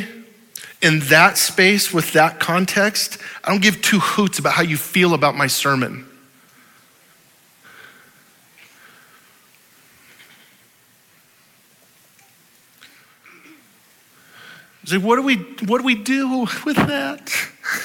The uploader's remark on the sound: Audio file of the Sunday Morning Sermon